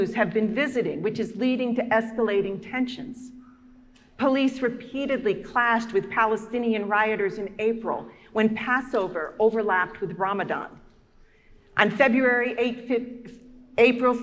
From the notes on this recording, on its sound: preached at our celebration of Holy Eucharist and Holy Baptism on the Day of Pentecost.